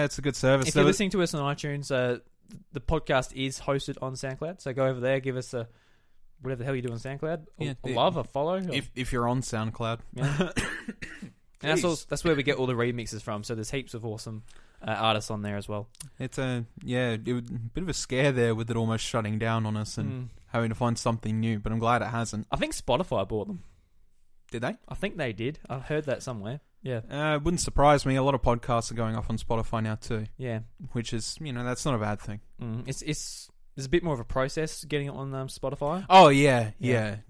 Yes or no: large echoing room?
no